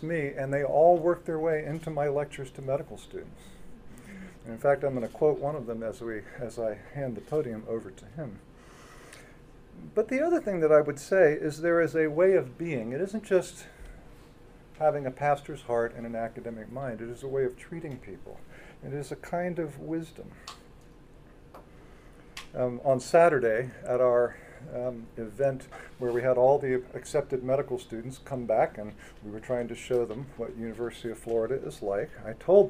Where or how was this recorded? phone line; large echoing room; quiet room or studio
large echoing room